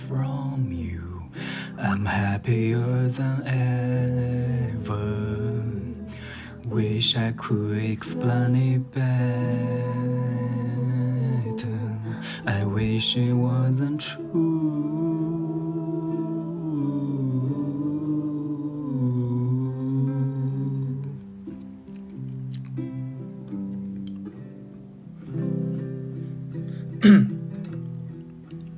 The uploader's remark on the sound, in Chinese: 随手录了一遍，iPhone录的音质有点渣，还有唱错词的地方。